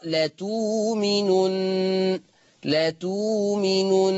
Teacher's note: هتبدل الهمزة الساكنة بواو مادية · Term: إبدال الهمز الساكن